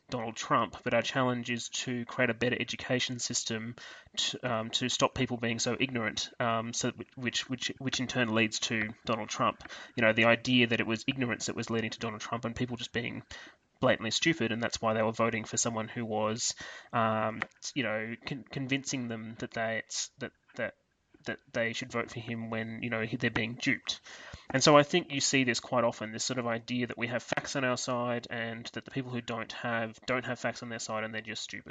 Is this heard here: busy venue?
no